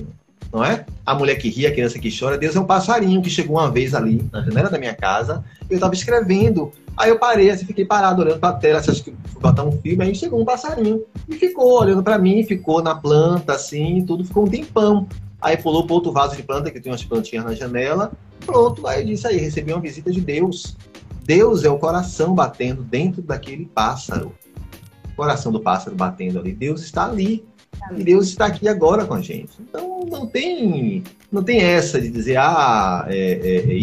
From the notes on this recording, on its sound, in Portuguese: Áudio da minha participação como convidado em live do maravilhoso projeto GEPICE.